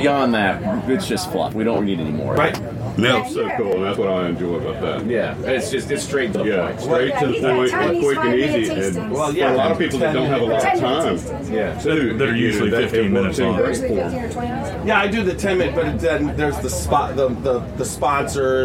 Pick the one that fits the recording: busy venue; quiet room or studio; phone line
busy venue